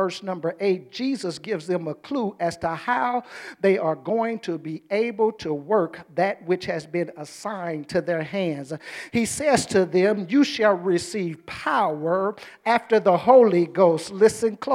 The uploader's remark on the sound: during our First Sunday Night Fellowship